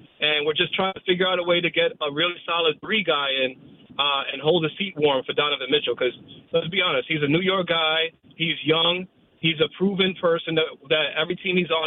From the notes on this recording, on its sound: takes a TON of your calls